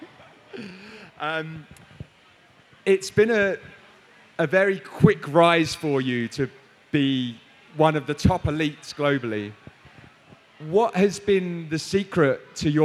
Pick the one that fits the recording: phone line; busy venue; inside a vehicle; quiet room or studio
busy venue